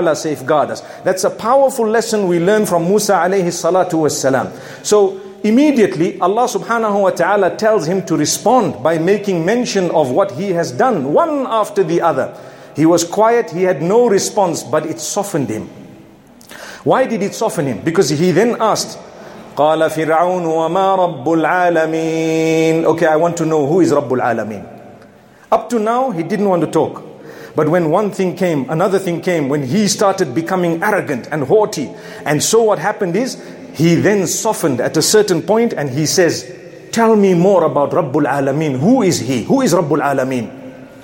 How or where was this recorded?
large echoing room